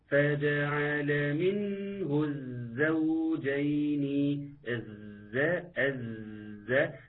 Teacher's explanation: اسقاط لهمزه الوصل واللام الشمسيه، كل ده الحرفين دول هيسقطوا